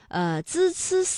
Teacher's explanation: 这舌尖是平伸的，是抵住上齿背或者是下齿背，控制舌尖不要抬起 · Term: 平舌音